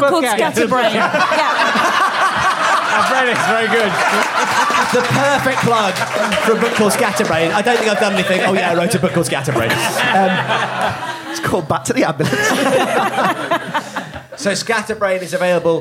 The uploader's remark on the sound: recorded live at The Phoenix in Cavendish Square